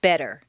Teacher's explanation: Just as you don't say the T in listen, the double T in better is pronounced D, better.